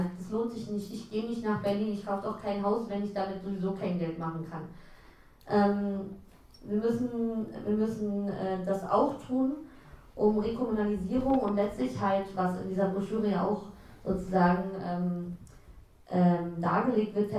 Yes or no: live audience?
yes